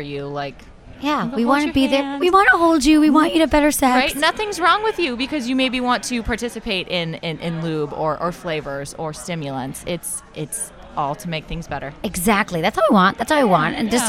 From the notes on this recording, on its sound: live from a sex toy expo